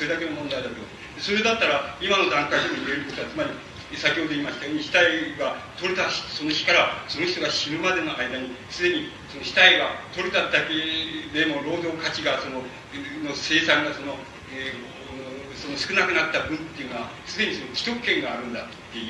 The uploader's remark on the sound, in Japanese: 主催：紀伊國屋書店 場所：新宿・紀伊國屋ホール。紀伊國屋書店出版部 30周年記念講演会として行われた。